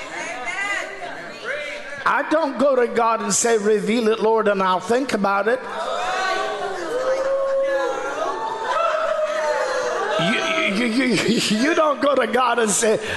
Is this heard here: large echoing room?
yes